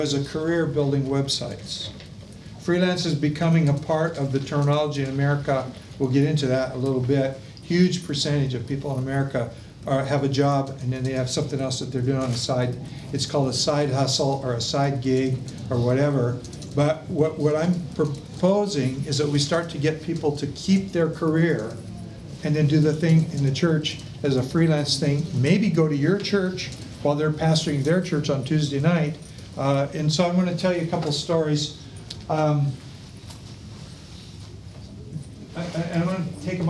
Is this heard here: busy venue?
yes